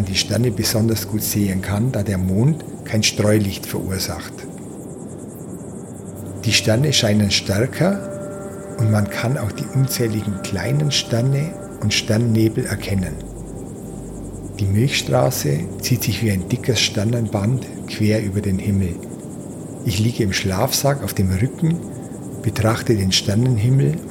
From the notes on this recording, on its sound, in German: Nach der Atemübung folgt eine 30-minütige Aufnahme vom Atlasgebirge am Rande der Westsahara.